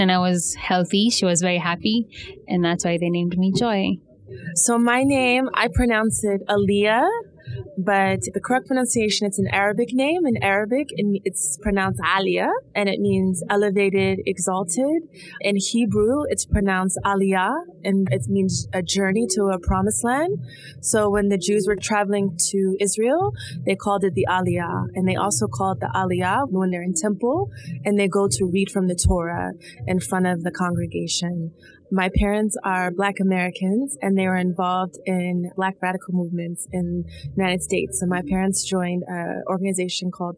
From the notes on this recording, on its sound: At the 2023 Nairobi Design Festival's Afrika Design booth, we invited our community to share the stories and meanings behind their names.